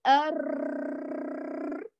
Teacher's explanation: اللسان يرتعد ارتعاد قوي · Term: تكرير